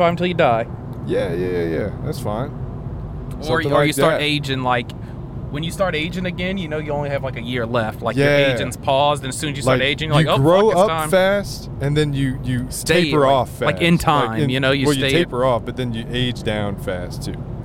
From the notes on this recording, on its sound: ROADTRIP (Podcast while driving shenanigans).